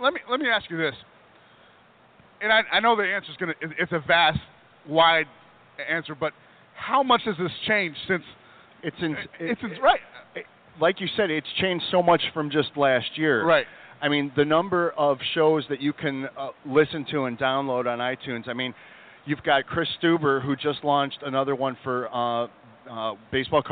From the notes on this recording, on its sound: the Podcast Roundtable from the 2018 National Sports Collectors Convention